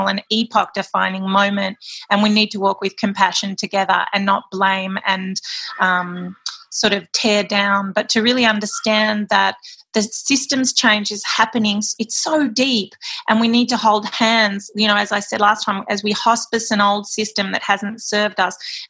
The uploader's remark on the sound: Welcome back to the Zoom Room for our Dumbo Feather Conversation